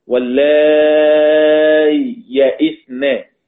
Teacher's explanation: بالنظر إلى الأصل، فهو يظهر، يظهر يعني لا يشدد الياء بعدها، واللاي يئسنا، يفصل بين الياءين بفصل بسيط جدا بحيث لا يظهر التشديد بتاع الادغام، واللاي يئسنا طبعا مع الإشباع الألف قبل الياء لأن الياء ساكنة · Term: عدم تشديد